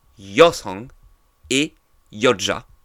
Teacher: vu qu'on a supprimé le N, ces deux termes sont devenus yosang et yoja en perdant leur N initiaux · Term: la disparition du N